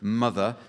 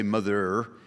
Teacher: a genuine northern accent involves the rhotic R, which is the hard pronunciation of the letter R at the end of a word · Shown in: second take